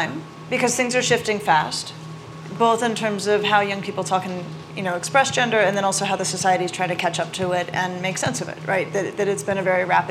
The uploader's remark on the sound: Interview each other about their books at the 2023 Aspen Ideas Festival and take questions from the audience.